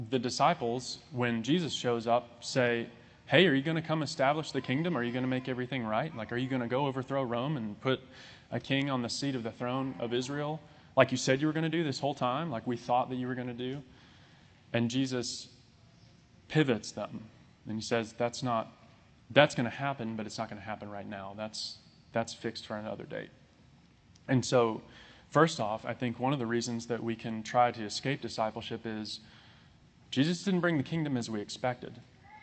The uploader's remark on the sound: This sermon was recorded on July 3, 2022.